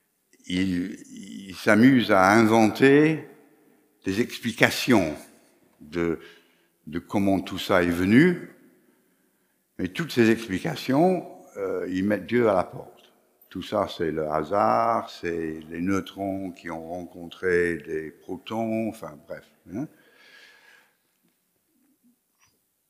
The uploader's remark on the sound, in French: Enregistré à l'église CVV, le 19/09/2021